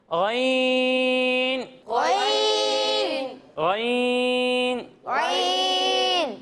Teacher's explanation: اس کی ادائیگی حلق کے اوپر والے حصے سے ہوگی